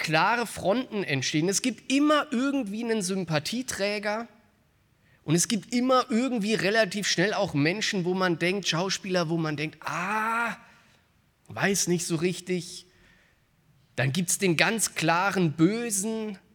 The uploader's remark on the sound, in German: aus dem Gottesdienst am Buß- und Bettag der Missionsberg-Gemeinde (LM)